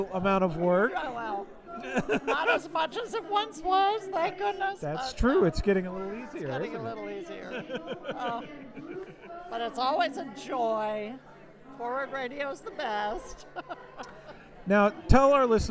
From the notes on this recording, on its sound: WFMP pulled volunteers, supporters, and friends of the station together for a special celebration. Listen in to hear a recording of our live broadcast from the party.